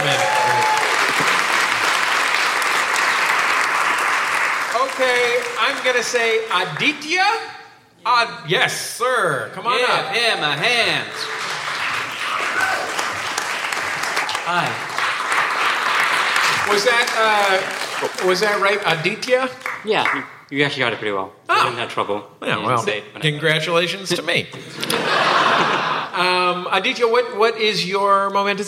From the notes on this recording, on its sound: Live from SF Sketchfest. Live on stage at the Swedish American Music Hall as part of San Francisco Sketchfest 2017.